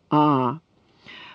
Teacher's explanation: Язык может располагаться очень низко в полости рта, и рот широко так открыт, так как я вам уже приводила пример при произнесении гласного «а», «а». · Term: гласный нижнего подъема